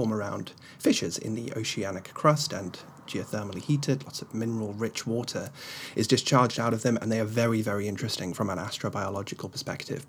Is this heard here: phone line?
no